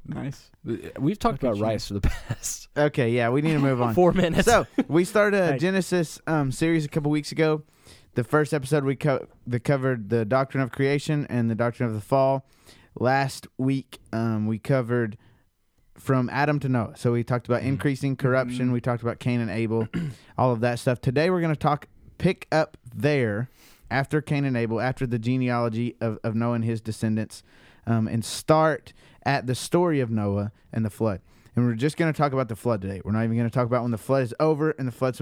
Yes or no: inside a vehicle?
no